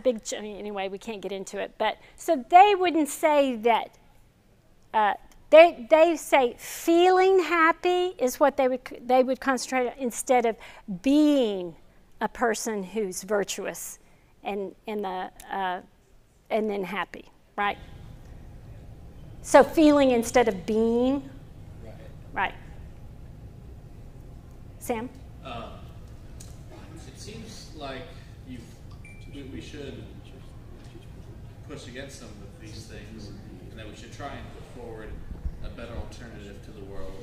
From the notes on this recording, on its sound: This video is from our 2021 Fall lecture series